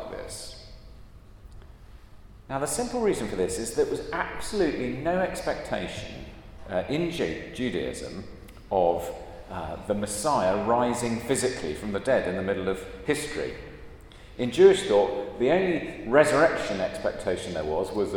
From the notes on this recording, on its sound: at a Christians in Parliament Chapel St Mary's Undercroft